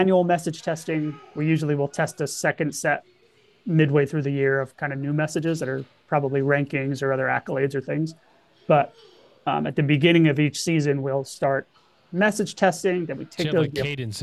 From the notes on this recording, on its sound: recorded LIVE & in person from the InsightsEDU 2024 conference in Phoenix, AZ